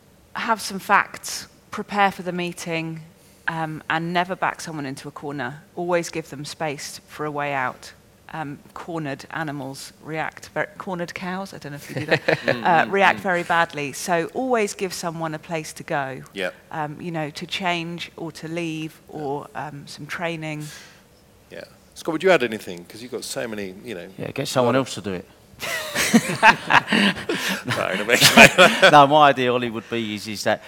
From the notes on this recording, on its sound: Speaking on the second day Elite Business’ live event.